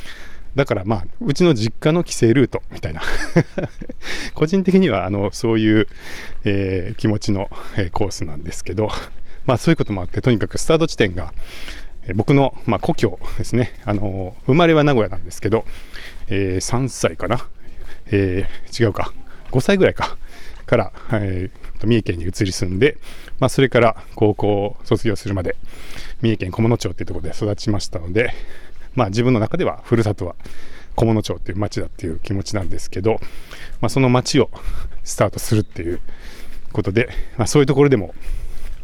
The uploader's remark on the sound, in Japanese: LAKE BIWA 100というトレランレースに行って、たくさん音声を収録し、 IBUKI STATION で配信をやってきました。鈴鹿山脈を進むトップ選手の実走インタビュー！M2を持ちながら走って録ったエピソード。